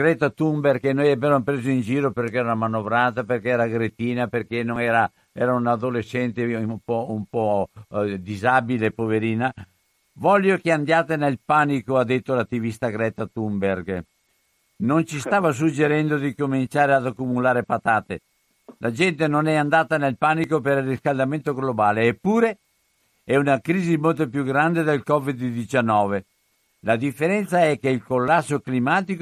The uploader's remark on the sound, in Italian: Parliamo al telefono